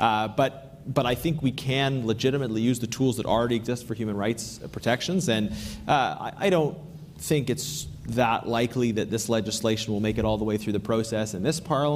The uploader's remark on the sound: Live from CSFN. From Ottawa at the Canada Strong and Free Conference!